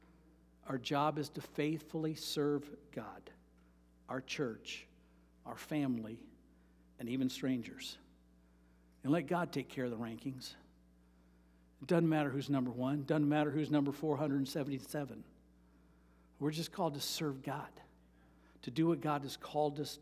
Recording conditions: large echoing room